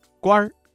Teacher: 当官一词的官字加了一个卷舌音日，发生了语流音变，形成了儿化音